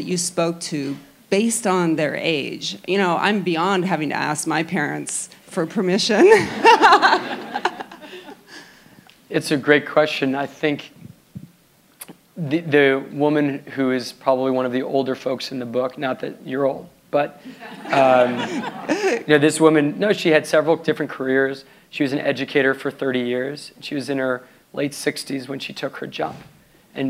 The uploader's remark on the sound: Live at the Palo Alto JCC